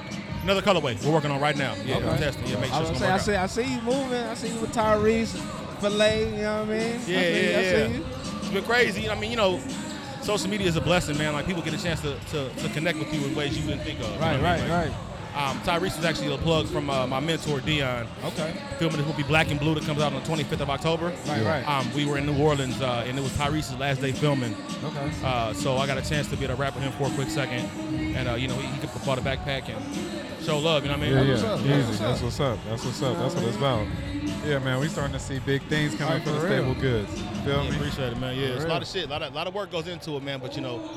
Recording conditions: busy venue